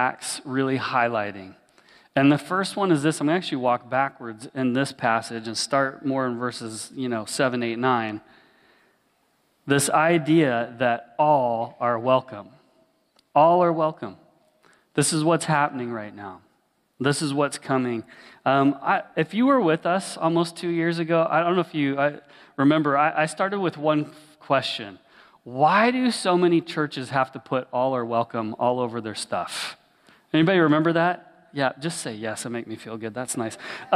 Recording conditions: large echoing room